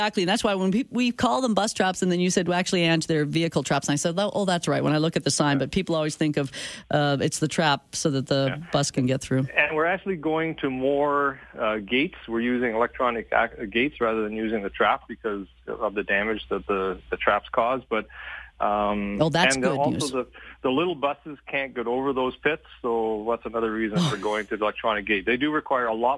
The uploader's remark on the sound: A manager with Calgary Transit, called into Calgary Today to set the facts straight.